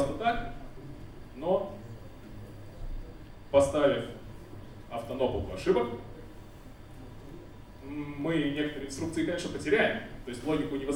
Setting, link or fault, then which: setting, large echoing room